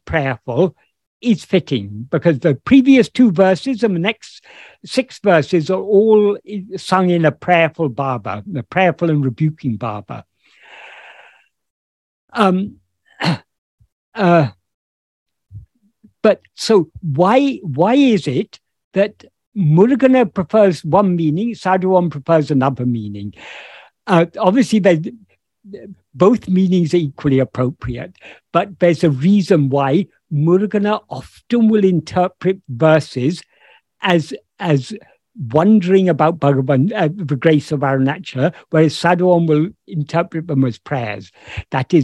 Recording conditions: video call